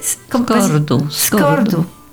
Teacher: Avec un R roulé. En grec. Légèrement.